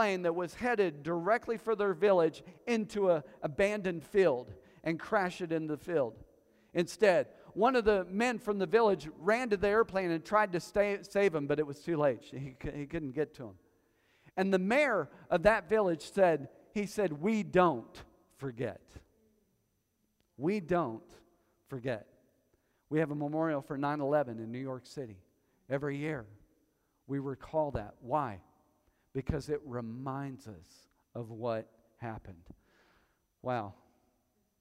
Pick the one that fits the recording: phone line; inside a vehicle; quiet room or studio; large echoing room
large echoing room